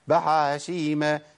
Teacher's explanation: لأن أنا مش عايز أجيب همسين ورا بعض، فهتعامل مع الحرف المهموس وهو الحاء بأن أنا أمنع عنه الهمس شوي